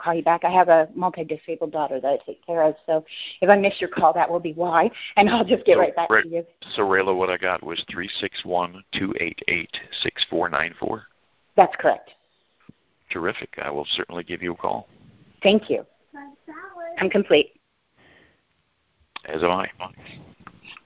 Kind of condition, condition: link, phone line